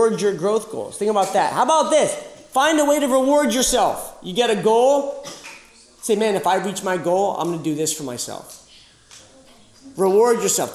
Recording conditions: live audience